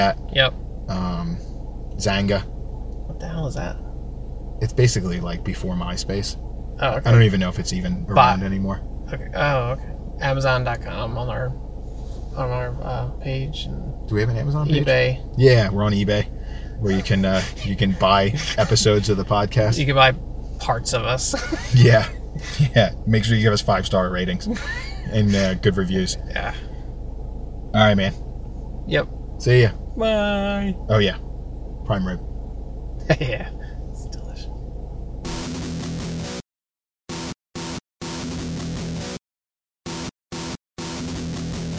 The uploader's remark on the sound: This is a throwback episode to when we recorded in the car.